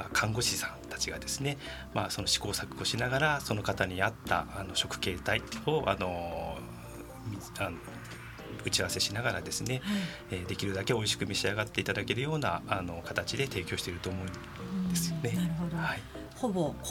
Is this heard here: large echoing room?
no